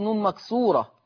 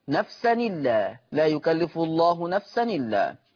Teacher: يقرأ ورش بالنقل فتصير نون مكسورة